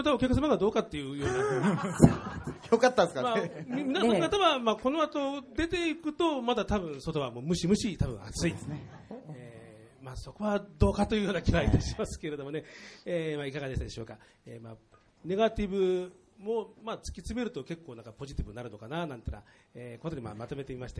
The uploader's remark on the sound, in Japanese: 7月13日に東京・下北沢のmona recordsを会場に開催した、番組企画ツーマンライブ。客席にいた複数のゲイ業界の耳の肥えたプロフェッショナルから絶賛。収録場所／ mona records (東京・下北沢駅南口)。